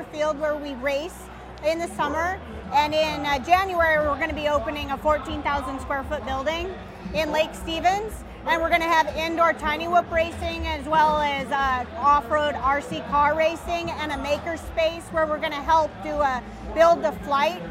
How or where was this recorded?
busy venue